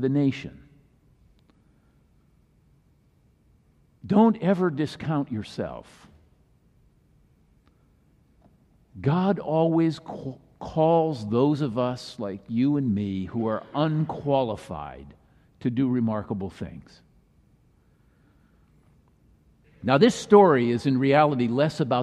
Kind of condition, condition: setting, large echoing room